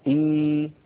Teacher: أبدل الهمزة الساكنة ياء مجانسة لكسرة الهمزة الأولى فيصير النطق إي.